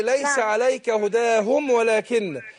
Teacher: ما هوش هداهم لان الميم ساكنه ما فيهاش مش مشدده